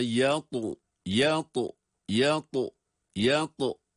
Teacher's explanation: Hem kalın hem kalkale sesi